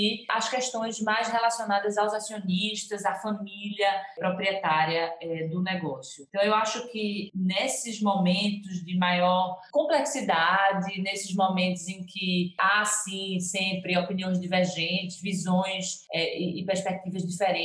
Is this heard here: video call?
yes